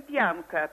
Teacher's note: Разница заключается в том, что в слове, которое пишется через мягкий знак, дополнительно между «пи» первым согласным звуком слова и гласным «а» произносится звук «йот»